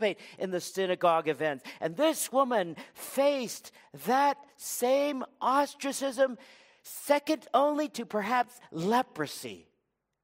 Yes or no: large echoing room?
yes